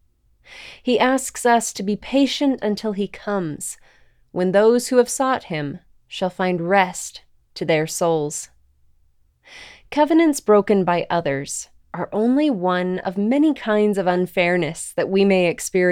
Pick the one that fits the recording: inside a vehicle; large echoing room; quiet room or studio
quiet room or studio